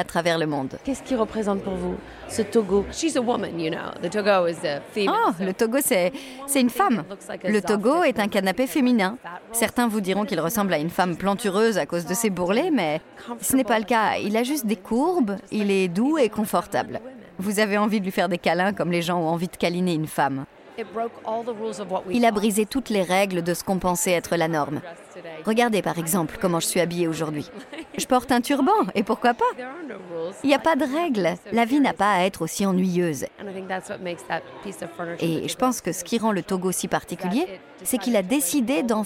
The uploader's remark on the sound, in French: On part ensuite dans le coin de Chelsea direction Gagosian, la célèbre galerie d’art contemporain. J’en profite pour promener mon micro dans la galerie.